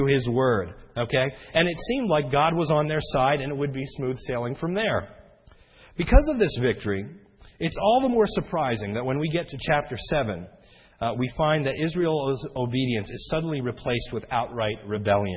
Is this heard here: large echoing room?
yes